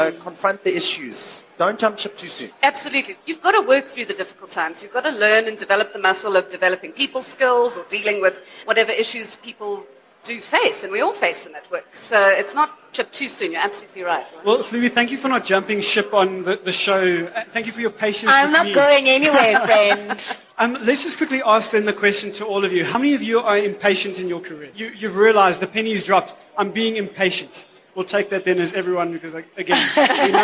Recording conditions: live audience